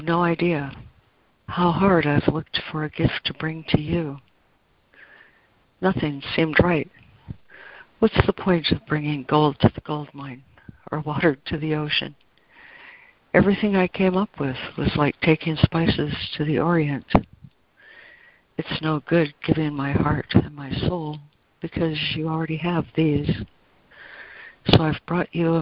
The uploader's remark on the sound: ACIM Daily Conference Call